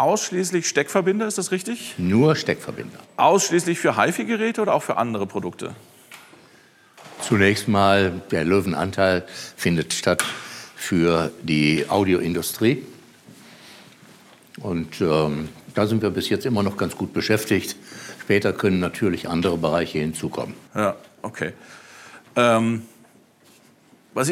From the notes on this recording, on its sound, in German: Das Gespräch wurde direkt on location in der Fertigung aufgezeichnet, und das hört man auch. Das Gespräch wurde direkt on location in der Fertigung aufgezeichnet, und das hört man auch. Firmenbesuch bei WBT.